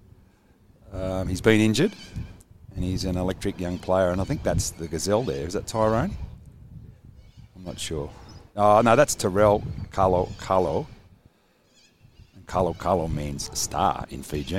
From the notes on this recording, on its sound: Live from Redfern Oval at the Rabbitohs Captains run.